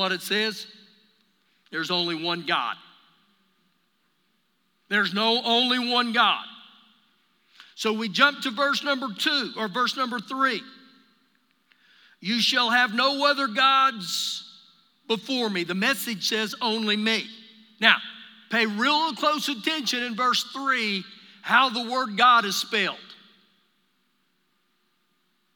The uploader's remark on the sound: Recorded live during our Wednesday night service